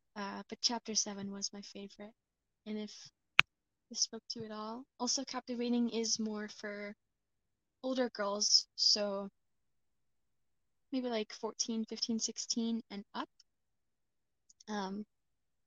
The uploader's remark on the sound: I desperately need a new mic